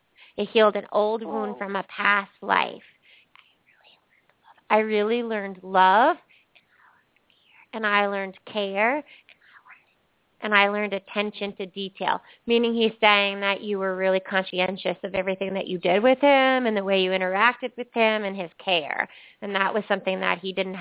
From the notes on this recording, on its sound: Open up the lines for listeners to call.